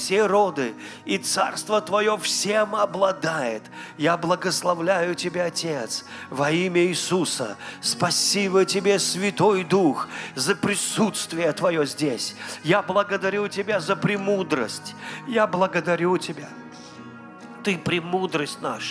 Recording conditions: large echoing room